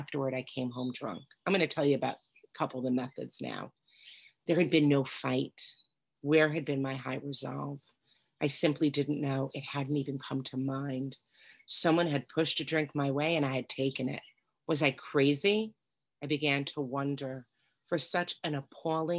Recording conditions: video call